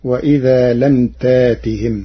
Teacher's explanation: قرأ ورش كلمة لا يقصرون بترقيق الراء لكسر قبلها، وإذا لم تأتهم بآية قرأ ورش كلمة تأتهم بإبدال الهمز الساكن ألفا من جنس حركة ما قبله مع حذف الهمزة فتصير وإذا لم تاتهم.